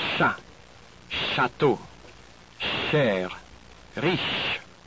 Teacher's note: SH does not exist in French, but the combination CH is sounded like our English SH